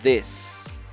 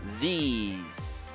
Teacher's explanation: La palabra this tiene una pronunciación más corta y la plural these tiene una pronunciación más prolongada en la I.